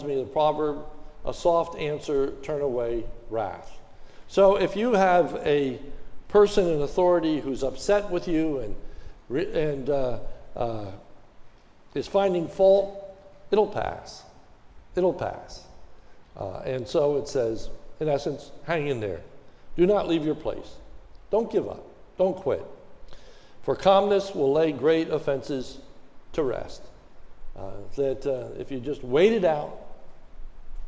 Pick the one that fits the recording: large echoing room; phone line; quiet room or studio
large echoing room